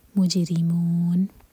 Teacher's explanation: جیم پر قلقلہ، راہ کے نیچے کسرہ تو راہ باریک